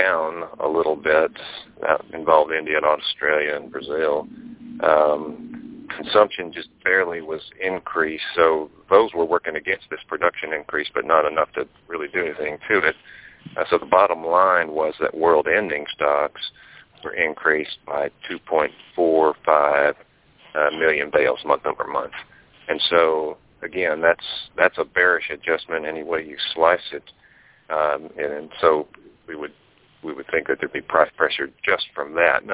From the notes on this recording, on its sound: Monthly Conference Call On Cotton.